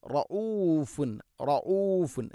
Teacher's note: ഹംസയുടെ ഉച്ചാരണം മഖ്റജ് തൊണ്ടയുടെ താഴെഭാഗം